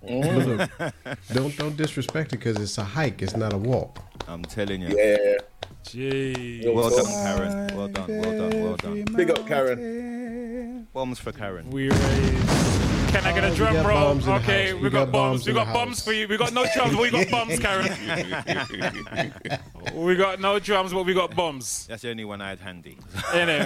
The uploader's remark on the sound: with the live audience